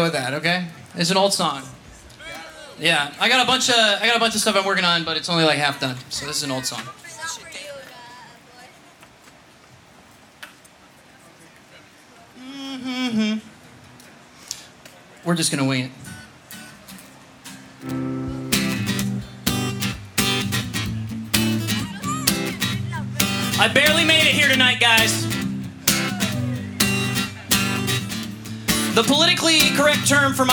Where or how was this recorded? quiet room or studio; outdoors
outdoors